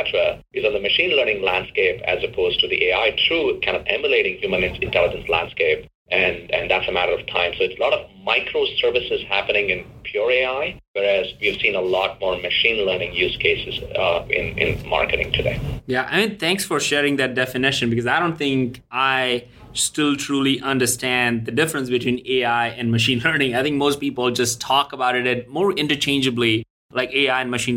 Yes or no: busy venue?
no